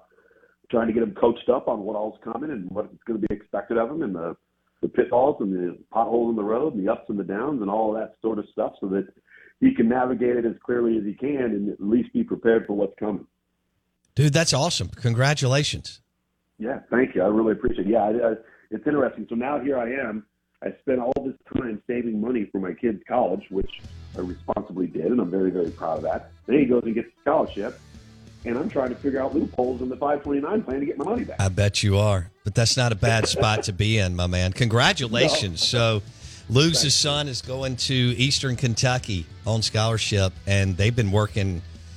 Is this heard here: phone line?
yes